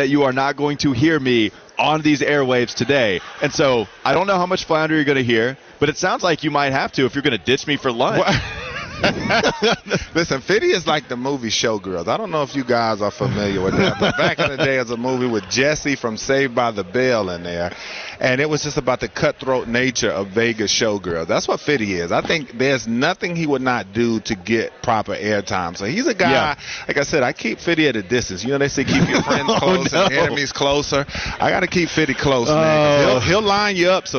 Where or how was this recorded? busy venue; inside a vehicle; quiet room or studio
busy venue